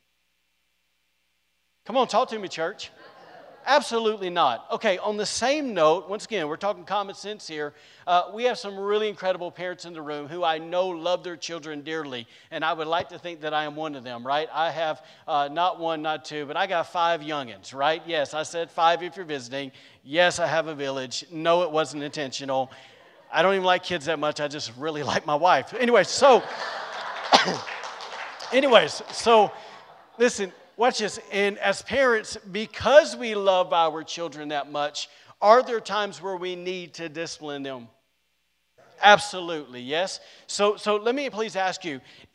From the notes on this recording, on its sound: was recorded on Sunday, August 22nd, 2021, during service at The Anchor Church in Rockport, Maine.